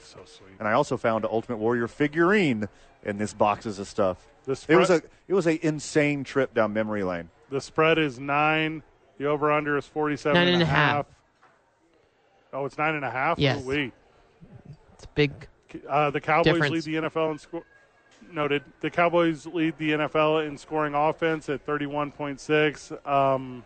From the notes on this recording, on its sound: live at Sadies